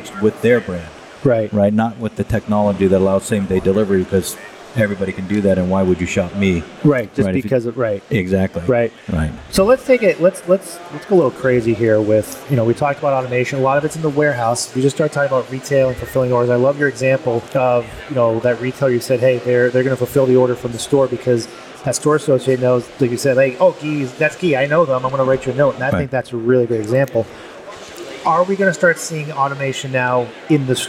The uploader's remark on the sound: On location at MODEX 2022